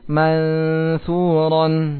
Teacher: Ketika ikhfa'nya pada fa, maka ketika antum mengikhfakan, posisi lidah sudah siap-siap membaca fa.